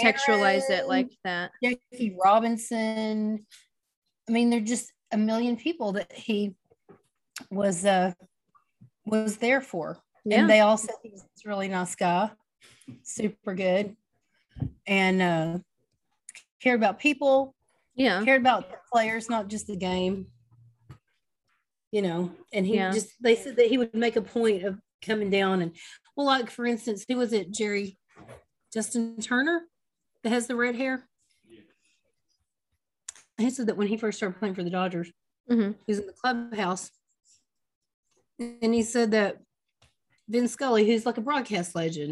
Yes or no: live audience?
no